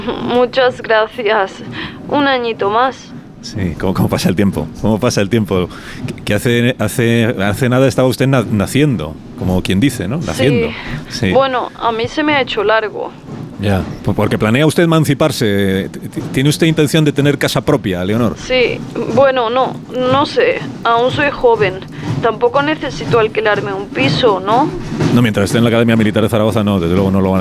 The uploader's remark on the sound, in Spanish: logra hablar brevemente por teléfono con la protagonista de esta jornada